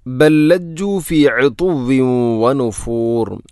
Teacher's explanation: ഒന്നാമത്തെ ലാമിന് രണ്ടാമത്തെ ലാമിലേക്ക് ഇദ്ഗാം ചെയ്യുന്നു, കൂട്ടി ലയിപ്പിച്ച് ഒതുന്നു.